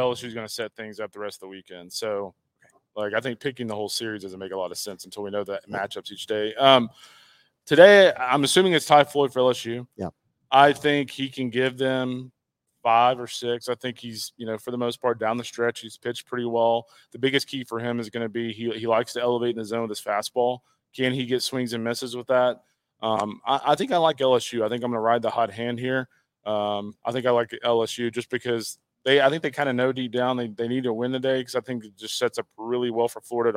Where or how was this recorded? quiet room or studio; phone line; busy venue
busy venue